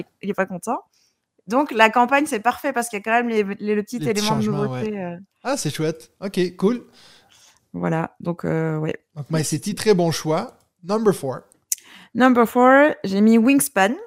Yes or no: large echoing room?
no